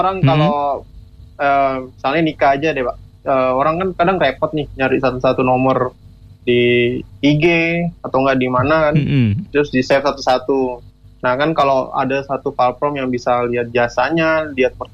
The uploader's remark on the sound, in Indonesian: Isi episode kali ini adalah rekaman siaran gua yg telponan. Soalnya buat di radio dan di podkes gua beda wkwk.